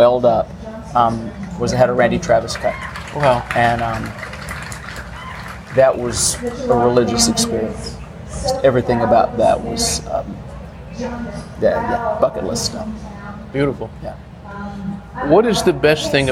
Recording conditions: background noise